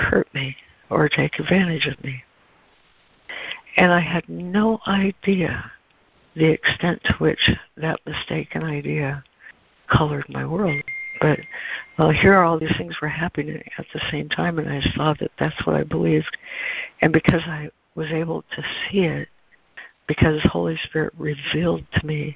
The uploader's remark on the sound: ACIM Daily Conference Call